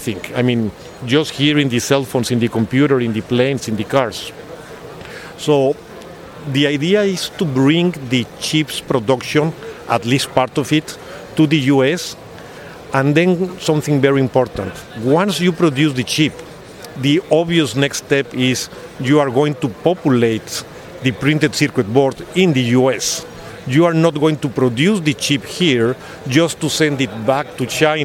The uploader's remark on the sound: APEX 2023 – EMSNOW & SCOOP On Location.